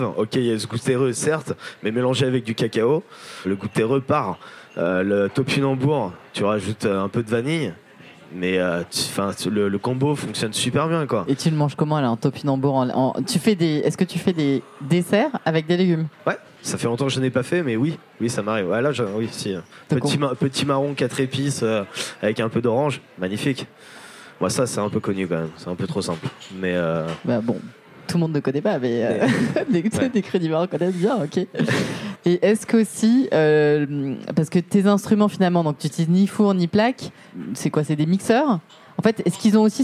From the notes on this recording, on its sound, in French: Débat enregistré en public à la REcyclerie.